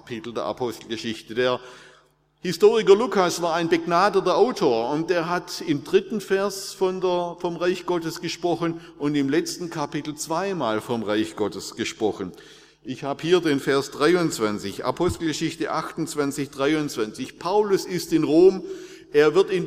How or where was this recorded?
large echoing room